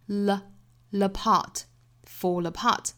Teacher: fall apart 之间有一个小连读，带出舌侧音